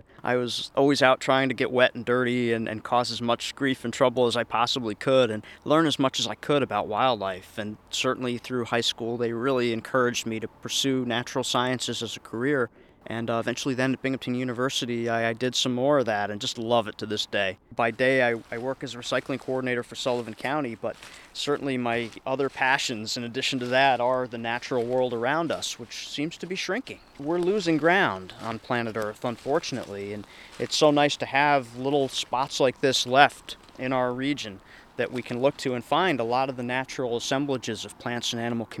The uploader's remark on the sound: Spring Pond Walk